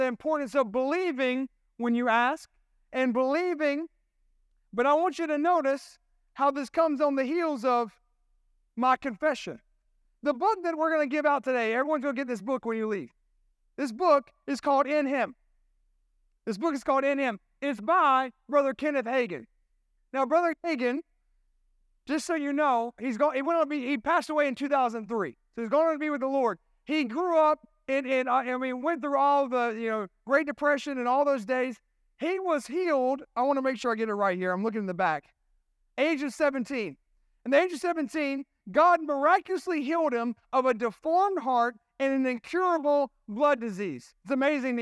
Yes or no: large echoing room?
yes